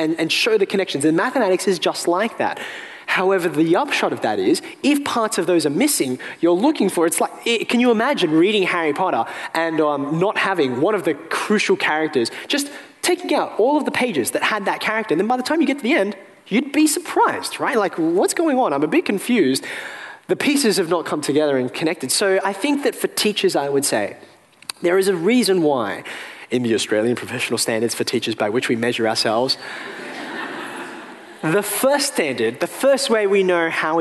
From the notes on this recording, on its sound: A special episode recorded live at the University of Sydney.